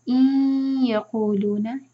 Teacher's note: ادغام غنہ کے ساتھ ناک میں آواز لے جائیں گے مرج کریں گے